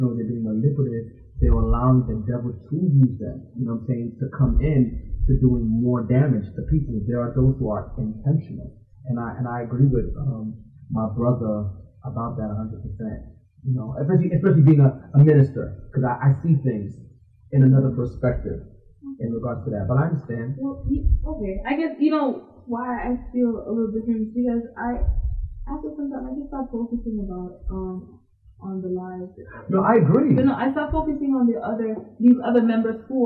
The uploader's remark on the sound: Turn up your sound to the highest, we apologize for the low volume